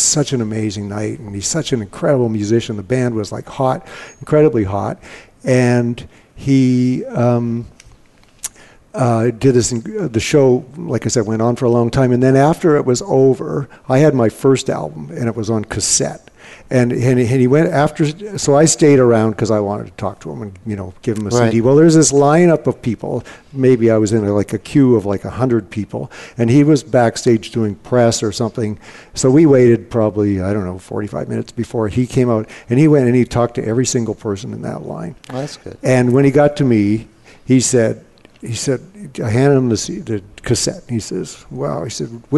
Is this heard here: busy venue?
yes